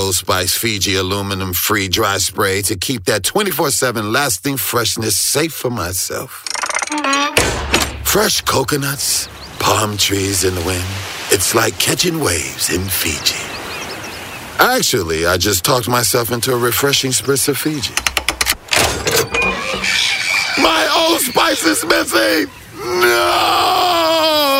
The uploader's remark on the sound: as he is driving back to Memphis from the Twin Cities